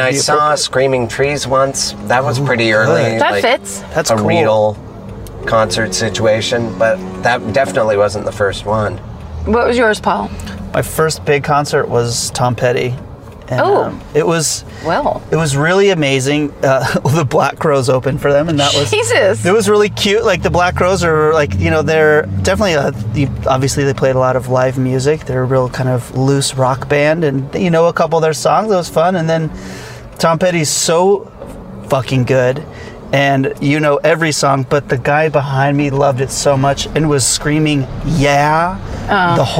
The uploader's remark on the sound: In the Car